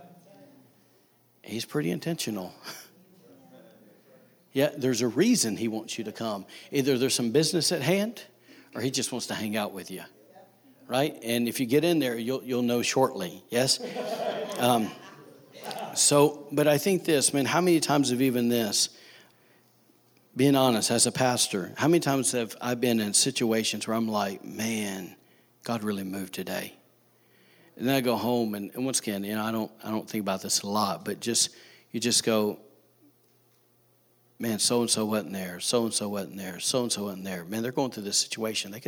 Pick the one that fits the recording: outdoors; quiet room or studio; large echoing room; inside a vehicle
large echoing room